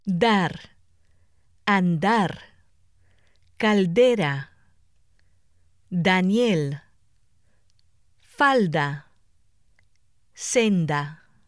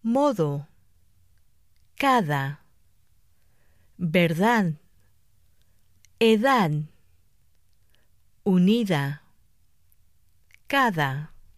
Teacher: The Spanish D has two distinct sounds, dental and interdental. At the beginning of a breath group or after the letters L or N, the D is dental.